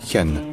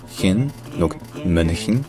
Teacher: le N, il est prononcé suffisamment longtemps pour qu'on n'ait pas besoin de dire une vraie voyelle · Shown in: second take